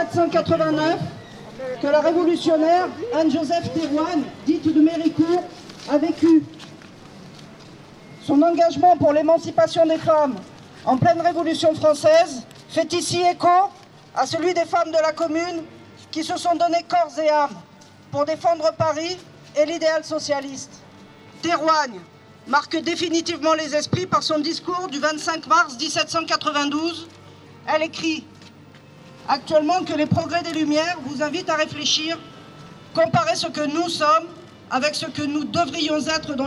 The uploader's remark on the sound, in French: Les amis de la Commune ont organisé une marche commémorative dans Paris. Captations sonore de cette déambulation urbaine.